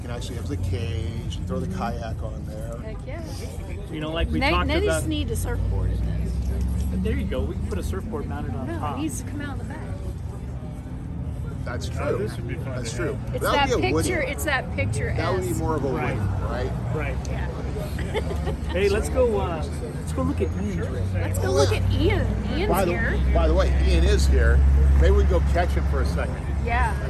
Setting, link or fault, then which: fault, background noise